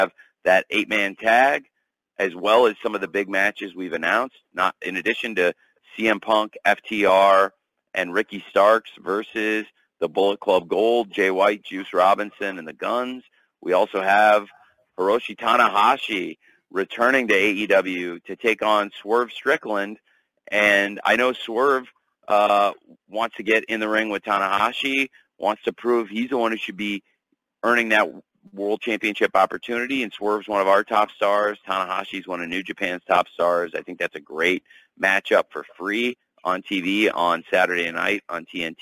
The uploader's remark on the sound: Media Call.